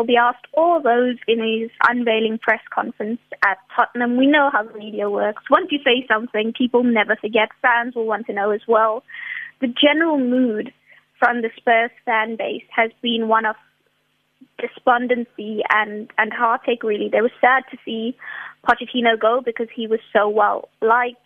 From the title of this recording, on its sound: We are joined on the line